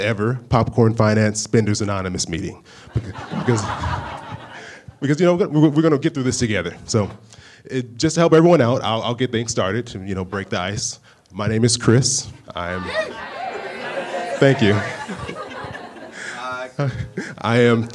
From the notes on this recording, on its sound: The live episode of Popcorn Finance that I recorded at the Improv in Orlando, Florida as part of the Stacking Benjamins Three Town Tour.